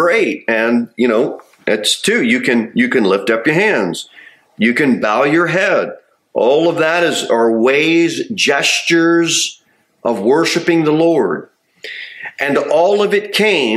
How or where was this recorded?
large echoing room